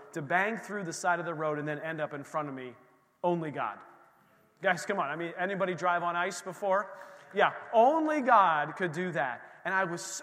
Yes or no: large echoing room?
yes